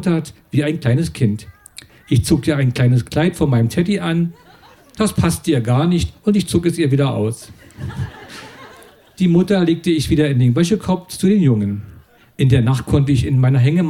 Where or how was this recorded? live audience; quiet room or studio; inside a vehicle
live audience